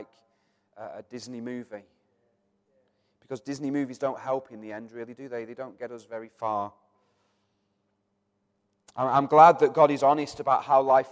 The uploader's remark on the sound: Recorded from our Sunday morning service. Metro Christian Centre.